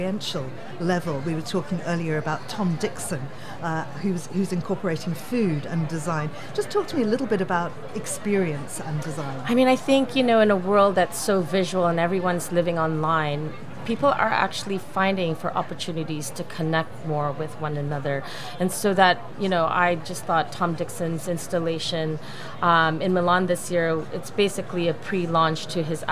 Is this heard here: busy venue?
yes